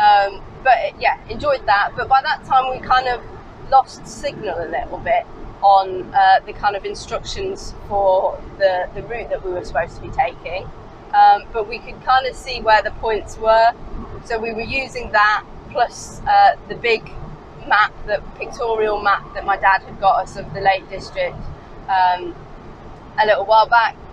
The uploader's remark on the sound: A podcast designed to fill your passenger seat with chat about classic cars, all recorded from my 1968 Morris Minor, Peggy.